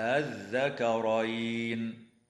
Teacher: الوجه الثاني تسهيل همزة الوصل من غير مد، هكذا: الذكرين.